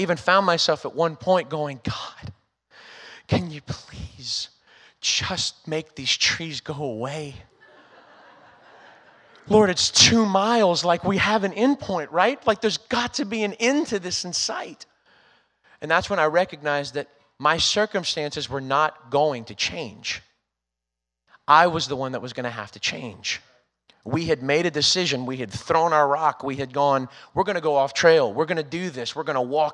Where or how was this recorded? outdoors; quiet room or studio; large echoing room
large echoing room